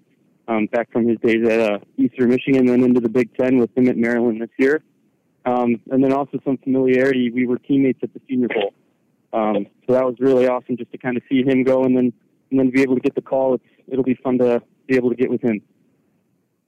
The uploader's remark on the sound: During his conference call on Saturday, April 29, 2023. Addresses the media during his conference call.